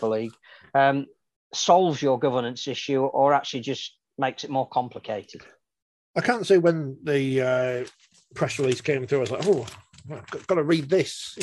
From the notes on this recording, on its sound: Forty20 NOT LIVE. We're back on pre-record via Zoom.